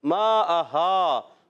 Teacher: ایک الف کھینچنا ہے اور حمزہ کو نہیں کھینچنا، حمزہ کو کلیئر رکھنا ہے، خوب واضح کریں گے، ظاہر کر کے پڑھیں گے. · Term: مد متصل